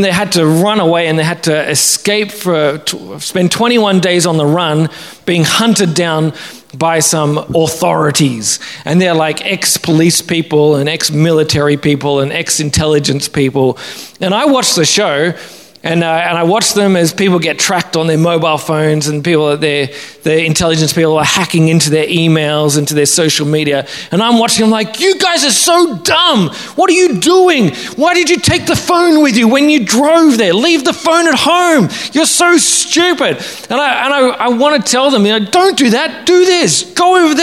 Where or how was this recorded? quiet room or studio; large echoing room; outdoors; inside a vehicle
large echoing room